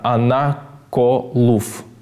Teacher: Она называется «анаколуф» с ударением на «у».